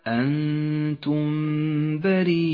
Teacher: أخيرا المد المتصل في قوله تعالى أنتم بريئون، الياء والهمزة في كلمة واحدة، يمد هذا المد المتصل 5 حركات وجوبا